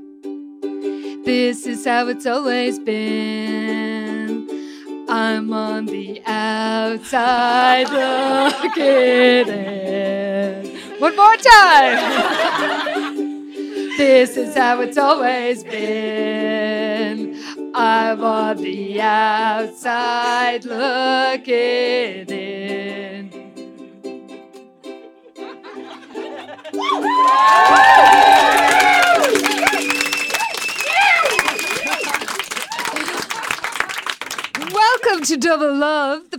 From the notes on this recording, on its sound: WINTER CARNIVAL - LIVE! It's our very first live show.